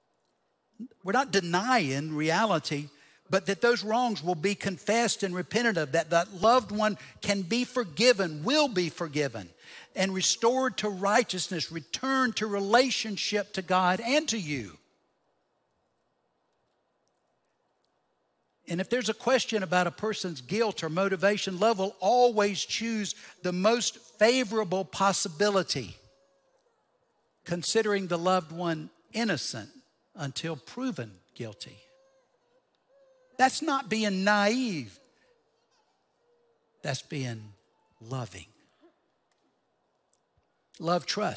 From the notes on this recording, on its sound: Recorded Live at Brookwood Church on 06.04.2023.